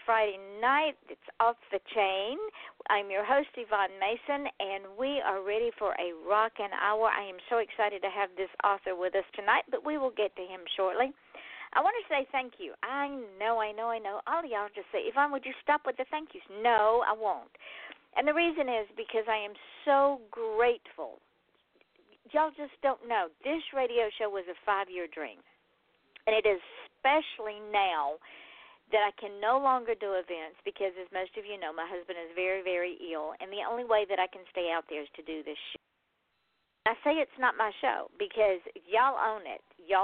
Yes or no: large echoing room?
no